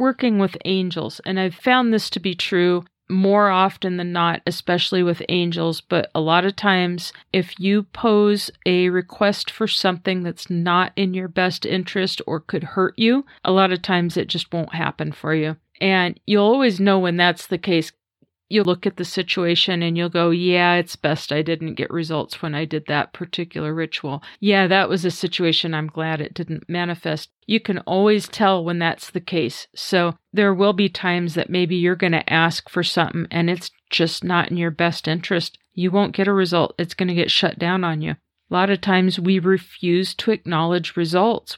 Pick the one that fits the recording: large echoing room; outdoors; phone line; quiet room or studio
quiet room or studio